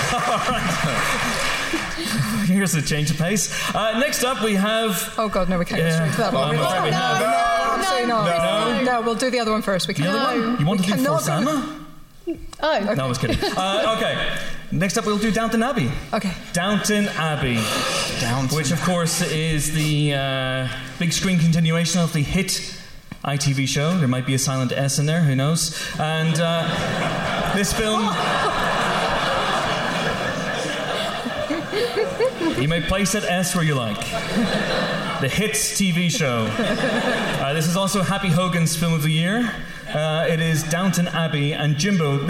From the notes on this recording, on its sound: Live From The London Podcast Festival. This week's episode is a live show. Recorded as part of the London Podcast Festival, this typically raucous live show.